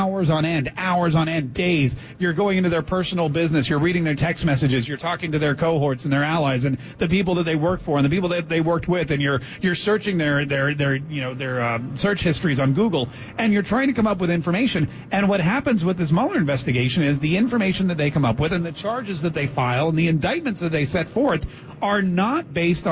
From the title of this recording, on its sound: Live on Location at MAIN EVENT!